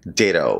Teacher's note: Comienza con D y tiene dos T's, o sea que ese sonido de la T se transforma un poco más en un sonido como nuestra R